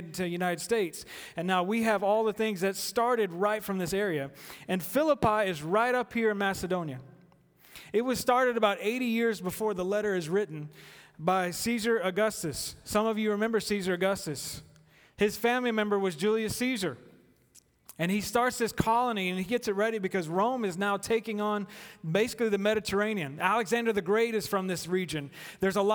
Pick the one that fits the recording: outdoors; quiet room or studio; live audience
live audience